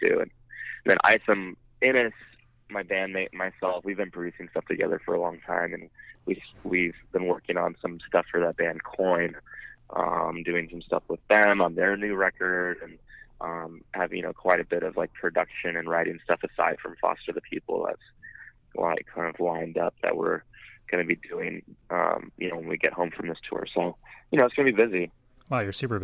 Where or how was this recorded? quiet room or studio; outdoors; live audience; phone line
phone line